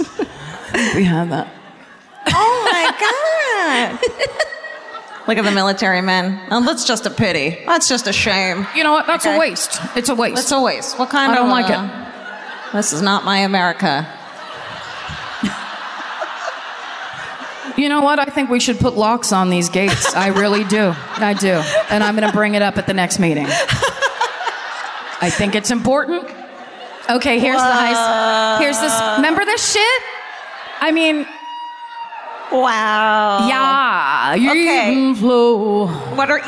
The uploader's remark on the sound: Live at the Civic Theatre in San Diego, CA